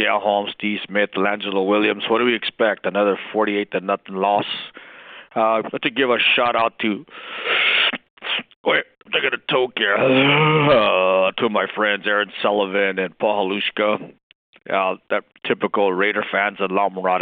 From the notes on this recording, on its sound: Raider Nation “Boneline” Call-in Segment